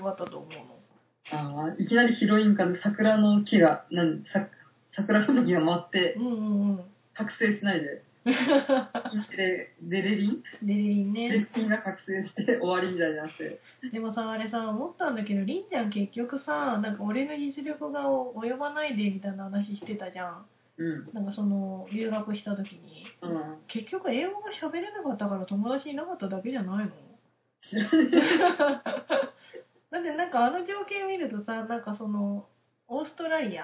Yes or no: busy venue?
no